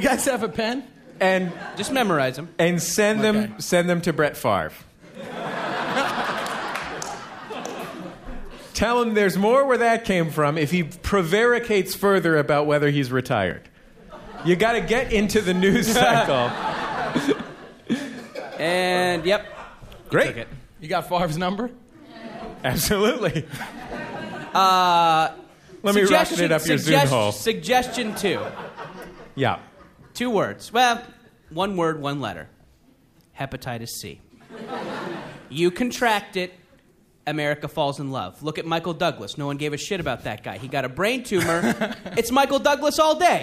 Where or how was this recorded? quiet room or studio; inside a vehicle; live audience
live audience